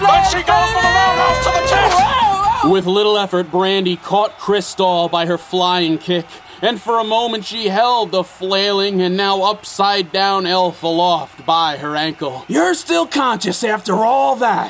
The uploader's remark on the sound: Live from the 8-Way Superslam